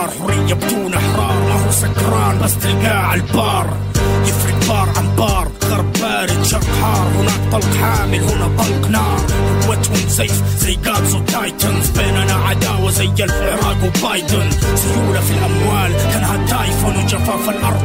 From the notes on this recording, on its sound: at Sole DXB, where they broadcasted live to the event attendees from the On Air booth